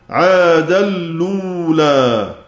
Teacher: نقل حركة الهمزة إلى اللام الساكنة فأصبحت لو، فساغ فيها الإدغام